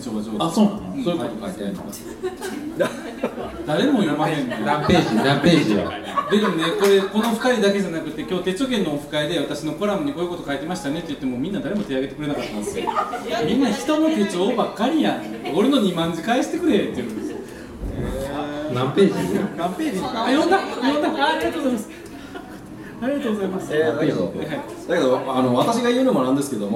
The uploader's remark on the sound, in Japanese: 手帳事典2018出版記念 公開録音｣の模様をお届けします。